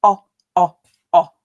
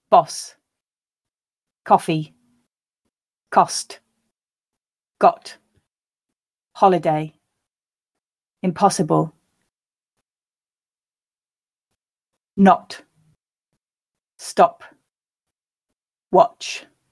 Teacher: Again, make sure that you're keeping the sound really short. You've got the back of your tongue low in your mouth and your lips rounded.